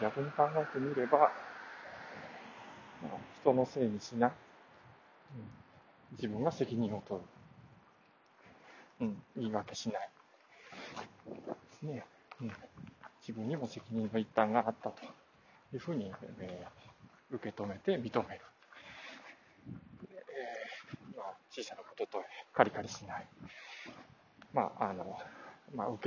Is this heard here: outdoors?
yes